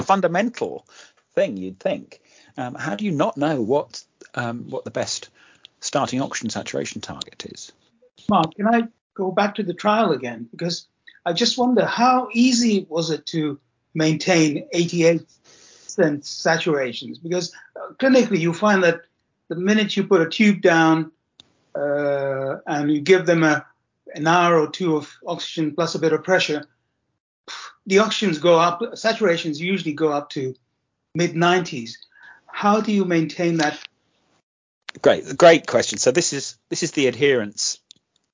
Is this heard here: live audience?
no